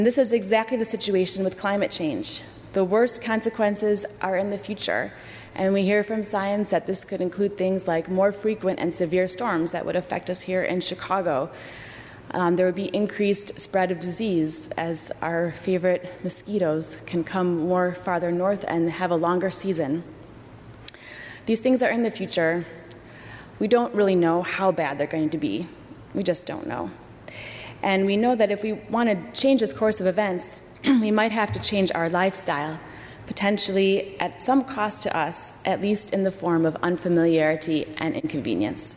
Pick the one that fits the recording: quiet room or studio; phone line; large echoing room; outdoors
large echoing room